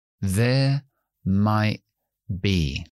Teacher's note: La T no la pronunciamos porque tenemos después una consonante bilabial, que es be.